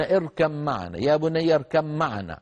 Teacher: والباء من الشفتين، معنا أولها ميم والميم من الشفتين، فأغلب العرب يبدلون الباء ميما ويدغمون الميم في الميم، هذا أسهل عليهم، يقولون اركب معنا يا بني اركب معنا. · Term: الإدغام